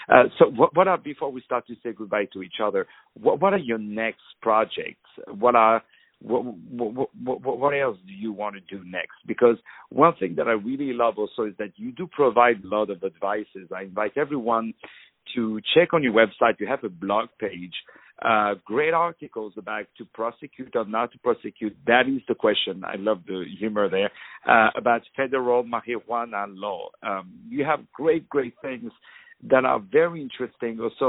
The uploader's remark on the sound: On the phone